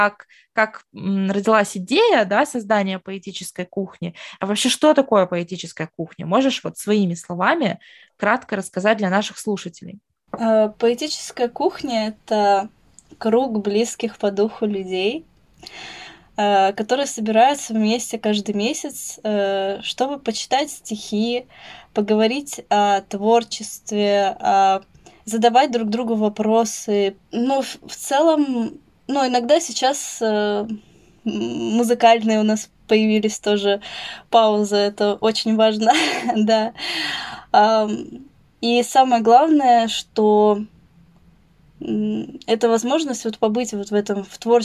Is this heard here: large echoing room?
no